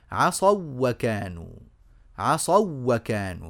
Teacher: ندغم الواو الأولى في الواو الثانية ويصير النطق بواو واحدة مشددة · Term: الواو اللينية تدغم